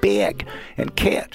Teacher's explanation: take this ah vowel and make it fronter and higher. Well, then you don't hit ah, you hit something like eh.